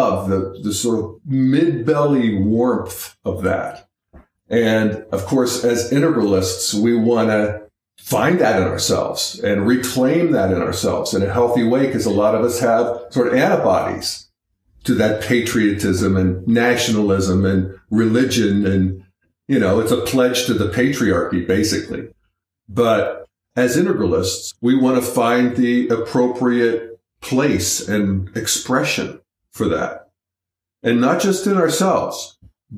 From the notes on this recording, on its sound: Sorry, folks, for the echo-ey sound on the podcast. I’m still in a learning curve of doing this myself.